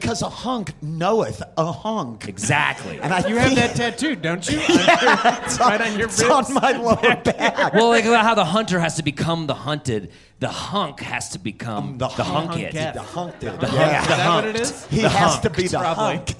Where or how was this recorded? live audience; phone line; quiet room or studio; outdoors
live audience